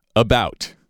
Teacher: So the accent, the stress is on the second syllable of that word. · Term: accent pattern